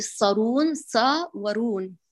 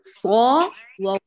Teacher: انتبه لإطباق الصاد ومرتبة تفخيمها، ثم أتي بتفخيم الراء المجاور · Shown in: second take